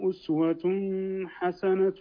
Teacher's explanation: هنا ما في غنة، إظهار حلقي